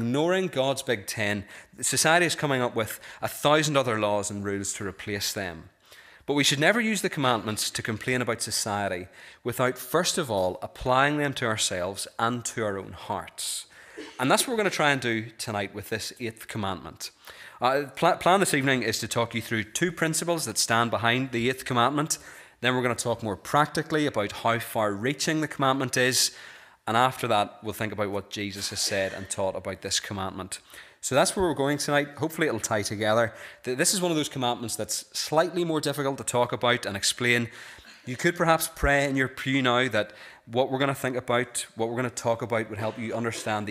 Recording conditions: large echoing room